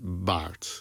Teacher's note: Het verschil maak je met je stembanden. Dus bij de B zet je eerst je stembanden aan en dan maak je die explosie